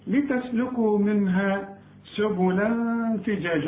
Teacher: التنوين وبعد التنوين فاء، الفاء من حروف الإخفاء عاوزين غنة